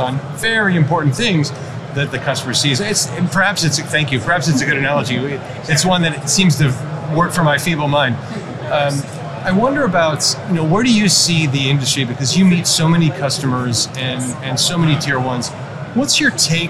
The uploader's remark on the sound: Live from AutoTech: Detroit